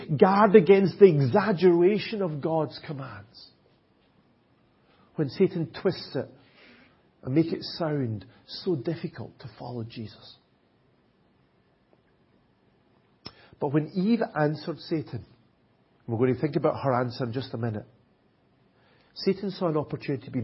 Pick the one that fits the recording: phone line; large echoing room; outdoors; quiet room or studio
large echoing room